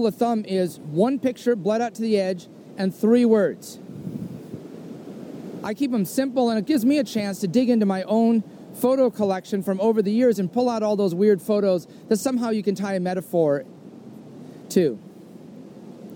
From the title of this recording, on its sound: soliloquy on a trail